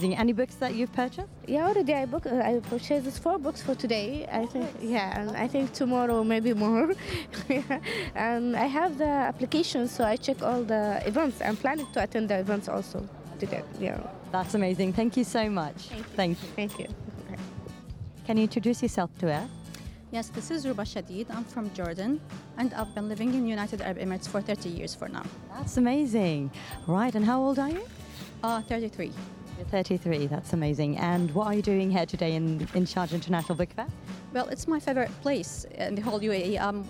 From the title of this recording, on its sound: Live from SIBF 2023